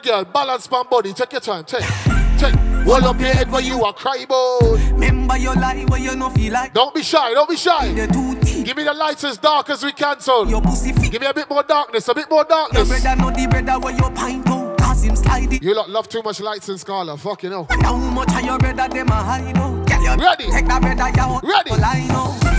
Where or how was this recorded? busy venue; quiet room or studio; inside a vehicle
busy venue